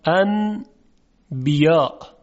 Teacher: نون قلب به میم میشه · Term: اقلاب